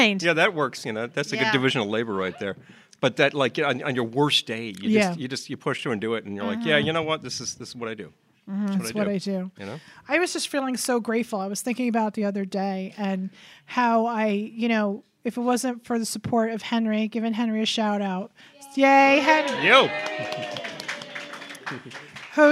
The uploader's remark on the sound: we hosted a party with former guests, Patreon sponsors, friends, and family at Sofie's Salon to record our 100th episode